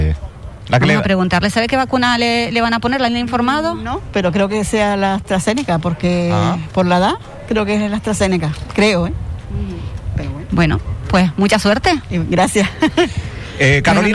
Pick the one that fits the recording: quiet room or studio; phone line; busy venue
busy venue